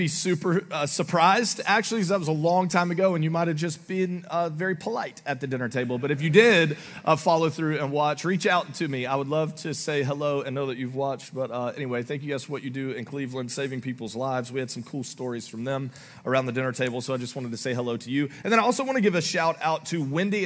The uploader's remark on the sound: Augustine, Florida. Recorded live on October 29, 2023 at Church On The Rock.